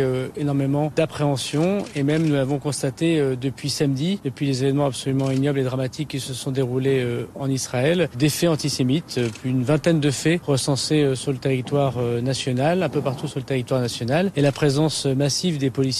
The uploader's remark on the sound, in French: Une manifestation en soutien au peuple israélien. Notre invité est en direct de la Place Bellecour juste avant la manifestation à l'appel du CRIF.